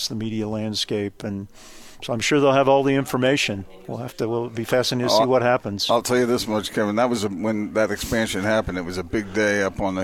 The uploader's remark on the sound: joined the show at BYU Media Day